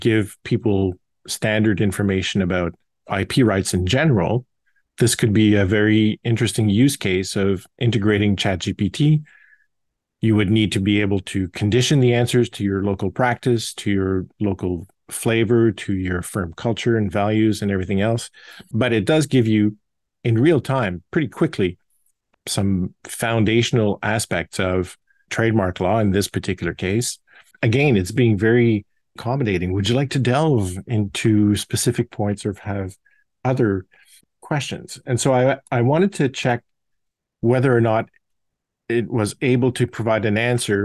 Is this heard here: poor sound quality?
no